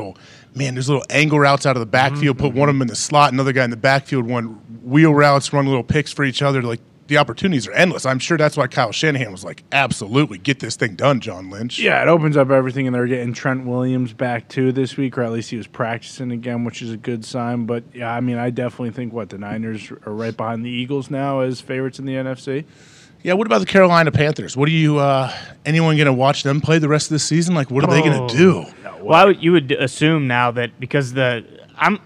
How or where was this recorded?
busy venue